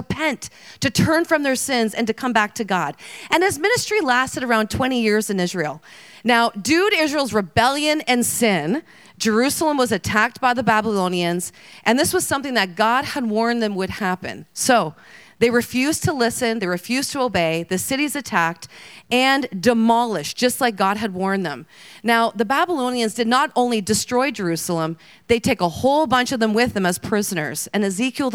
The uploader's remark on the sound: Today’s Episode is Session 4 from Heart Conference 2023